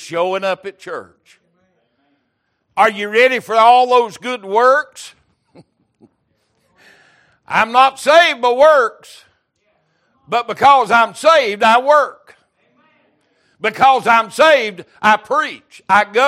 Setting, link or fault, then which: setting, large echoing room